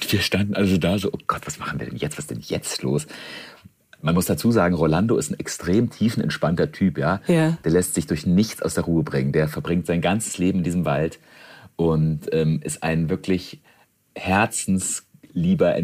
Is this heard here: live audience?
no